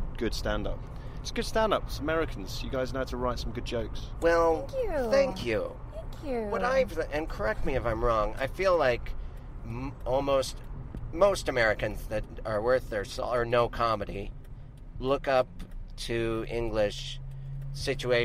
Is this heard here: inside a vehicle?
yes